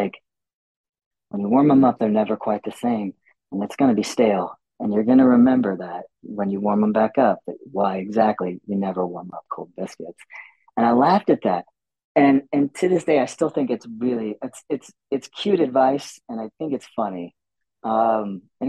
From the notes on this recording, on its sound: This podcast was recorded via Zoom.